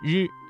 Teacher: 晰。再来看日，日的发音位置是舌头要稍微的卷起来靠近硬腭前部，发音要点大家要注意，舌尖要卷起接近硬腭前部，但是不完全阻塞气流，要形成一种轻微的颤动。要注意的是不要把它的发音和英语当中的字母 R 相混淆，普通话当中的声母 R 更接近于一种轻微的颤音，而非滚舌音